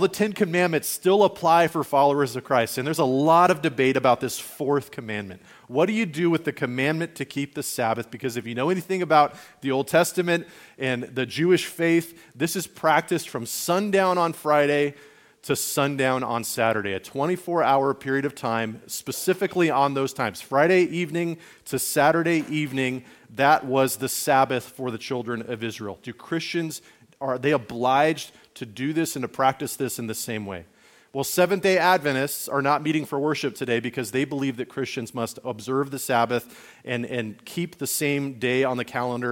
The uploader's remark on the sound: Message recorded on February 11, 2024, at Liferoads Church in Spokane, Washington.